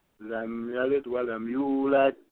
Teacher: I shook the first D on yalid just a little bit, and then the yulad, I shook it a lot. · Term: Qal Qala